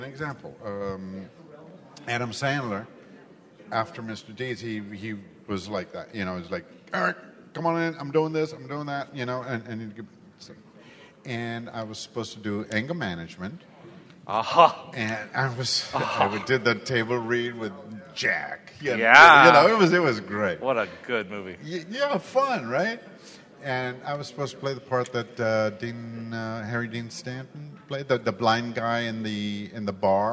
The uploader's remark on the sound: Please note, as this was a LIVE, on-site event, the audio is not fully optimized for this podcast.